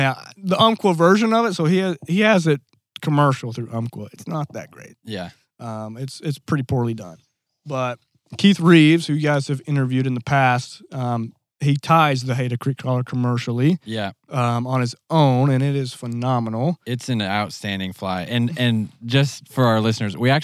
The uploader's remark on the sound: Yellville, AR. Record on the banks of Crooked Creek.